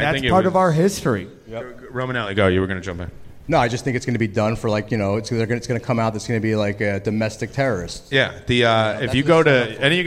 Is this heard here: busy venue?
yes